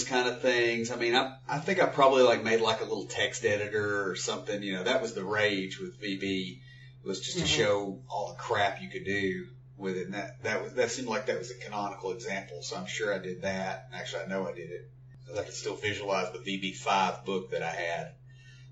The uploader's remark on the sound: The audio quality is not the best as we were learning to use the equipment and figuring out how to best record and master the show.